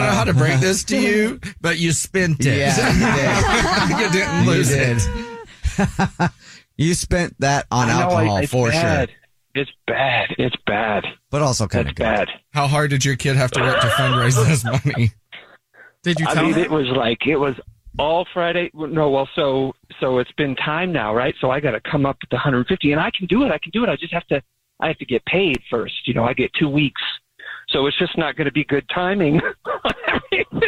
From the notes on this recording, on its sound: The man on the phone